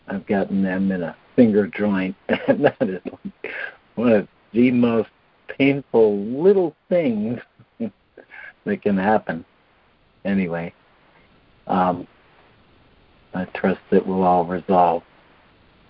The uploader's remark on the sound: ACIM Daily Conference Call